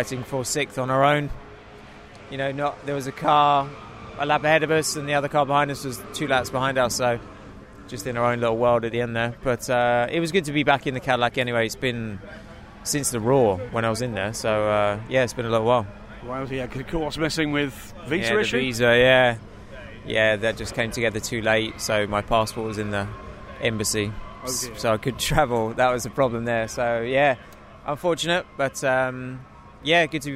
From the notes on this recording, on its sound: conversations from last weekend's Goodwood Festival of Speed, captured by DailySportsCar